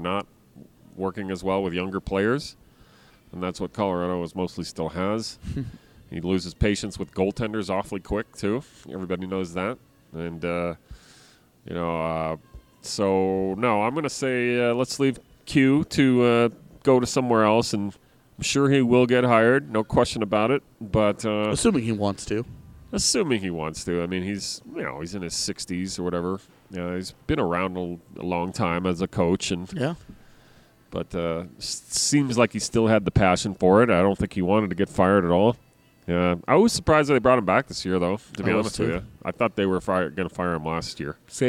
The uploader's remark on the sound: The boys are up at Total Beverage in Thornton